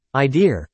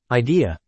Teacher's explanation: the accent adds an R sound to the end of words that end in A · Shown in: first take